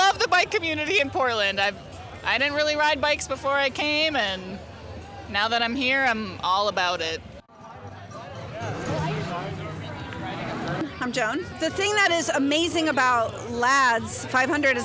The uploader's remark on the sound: Live from the Ladds 500! Wade into the thick crowds at Ladds 500 to chat with the assembled characters.